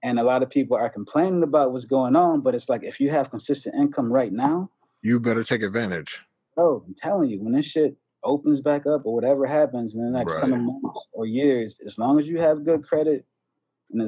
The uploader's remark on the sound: in one zoom room